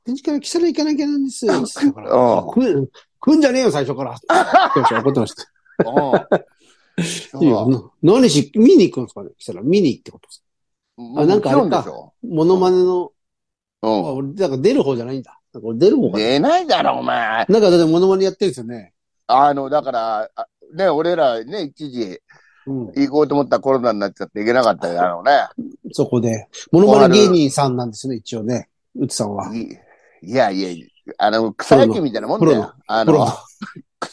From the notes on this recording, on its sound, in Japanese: ZOOMで収録